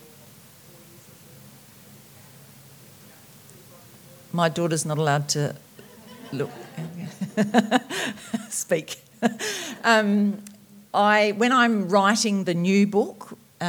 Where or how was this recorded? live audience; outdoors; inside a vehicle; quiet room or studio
live audience